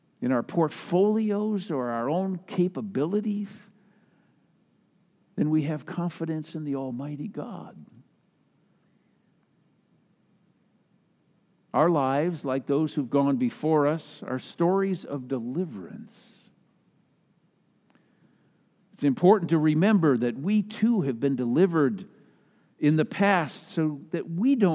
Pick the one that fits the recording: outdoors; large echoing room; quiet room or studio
large echoing room